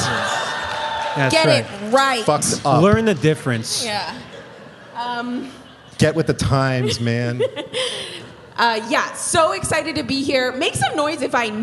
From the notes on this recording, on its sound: Live in Austin. Recorded live at Stateside at the Paramount!